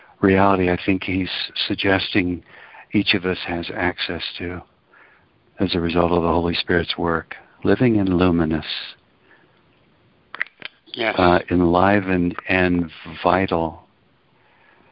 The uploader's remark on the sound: ACIM Daily TEXT Conference Call